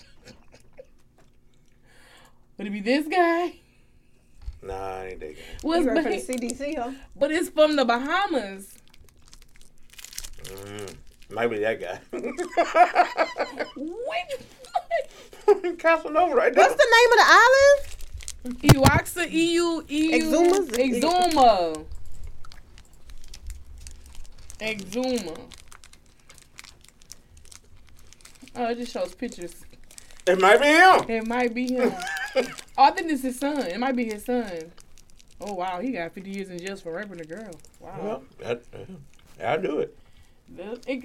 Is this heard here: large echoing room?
no